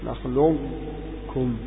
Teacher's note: تأتي بالقاف مجهورة ثم كم. ولا وليس هناك صفة نزعت من القاف إلا القلقلة. · Term: إخفاء، إدغام كامل